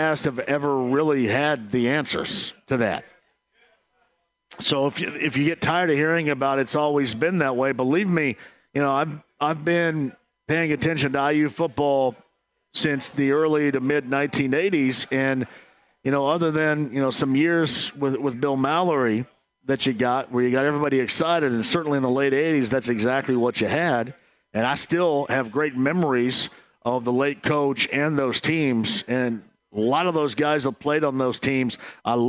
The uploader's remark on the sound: Live From Mousetrap